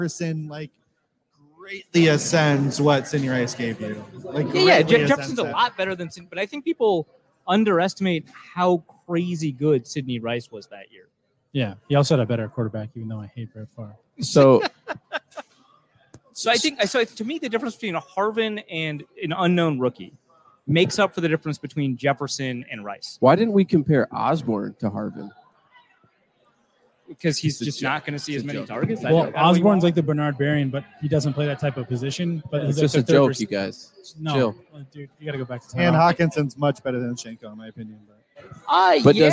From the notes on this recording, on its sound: LIVE at Lake Monster Brewing